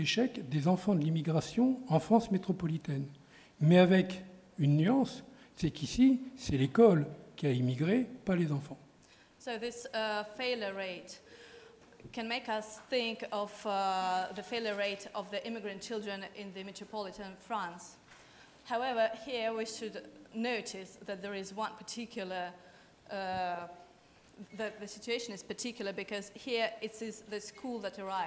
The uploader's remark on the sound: THIS LECTURE TOOK PLACE AT THE UNIVERSITY OF SYDNEY ON 25 MAY 2015 AS PART OF THE SYDNEY IDEAS PROGRAM.